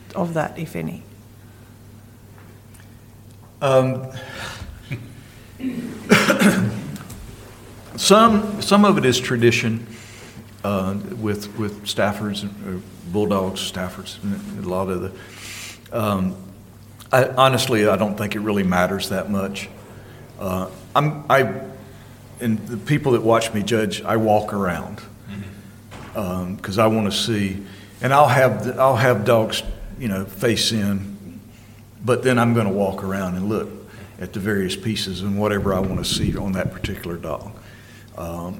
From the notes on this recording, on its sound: our first ever live podcast recording